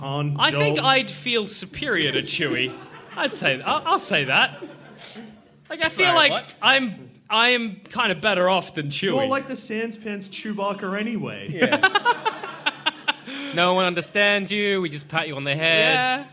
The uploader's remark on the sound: In which our heroes do it all live. Live on stage.